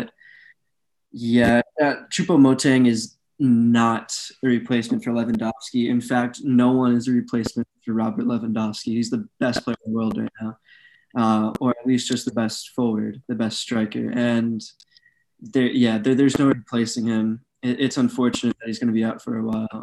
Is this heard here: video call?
yes